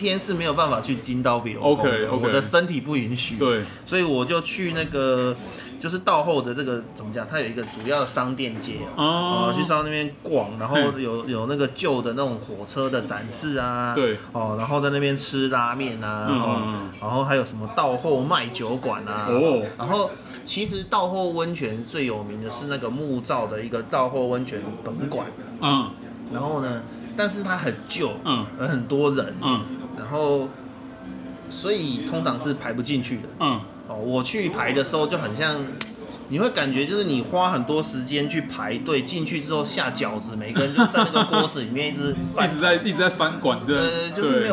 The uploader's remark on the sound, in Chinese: 本集白噪音指數：北風級 4/5。於各種白噪音環繞的居酒屋中。錄音地點： 下班去哪居酒屋（已歇業）。